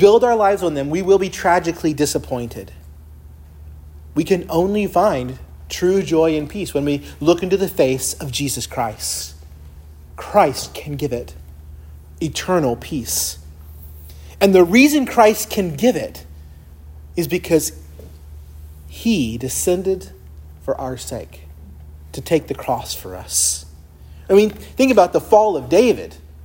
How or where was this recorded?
large echoing room